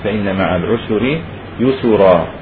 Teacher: بضم السين في العسر ويسرا، هذا لأبي جعفر